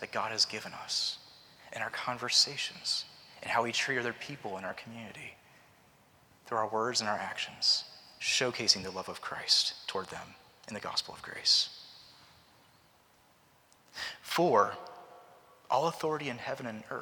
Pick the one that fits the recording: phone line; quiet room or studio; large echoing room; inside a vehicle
large echoing room